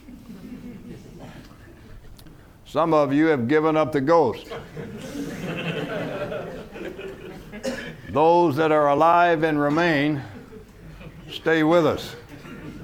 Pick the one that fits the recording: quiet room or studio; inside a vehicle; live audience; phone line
live audience